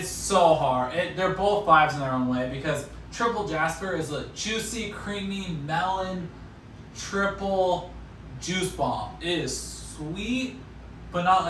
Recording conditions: phone or laptop microphone